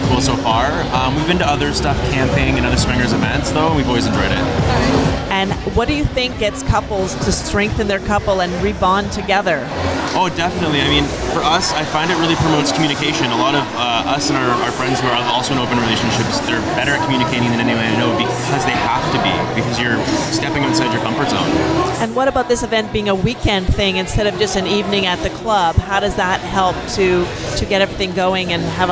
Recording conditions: busy venue